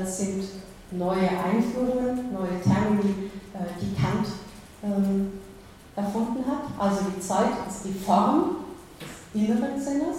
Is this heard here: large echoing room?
yes